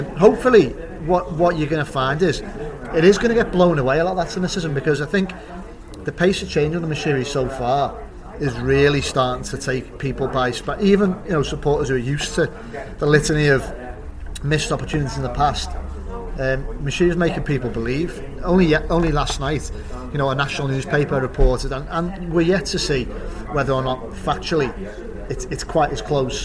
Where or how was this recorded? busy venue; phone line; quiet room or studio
busy venue